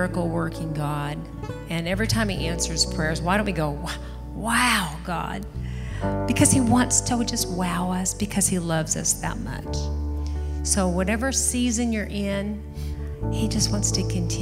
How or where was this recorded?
large echoing room